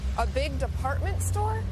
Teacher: raising her voice at the end of a sentence to make sure she understood about the department store